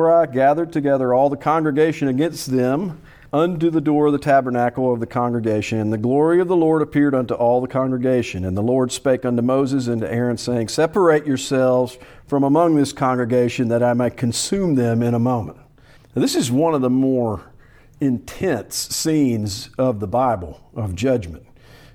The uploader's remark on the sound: Preached at Salem PBC in Gravesville, AR.